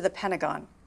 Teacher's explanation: t が発音されなくなって、ペナゴンと聞こえることがあります · アメリカ人やカナダ人の人が発音するとパナゴンと聞こえることがあります